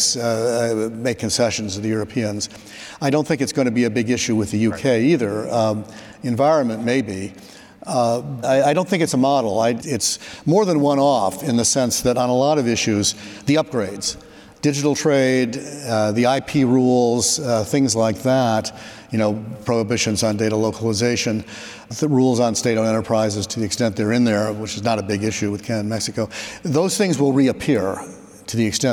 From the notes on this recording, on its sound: Trade Guys on the Road: RILA Supply Chain Conference Edition. Live from the Retail Industry Leaders Association Supply Chain Conference in Dallas, Texas.